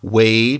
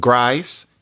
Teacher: in Southern American English, you might have A pronounced more like I · Shown in: second take · So somebody might say not Wade, but wide, Wade, but wide, or not grace, but grice, grace, but grice.